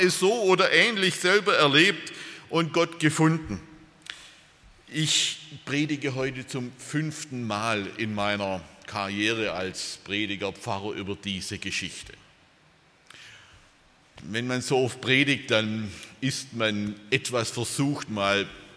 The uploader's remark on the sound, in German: aus dem Gottesdienst der Liebenzeller Mission